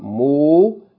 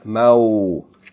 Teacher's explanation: waw when it's a diphthong sound, following a fatha · Shown in: second take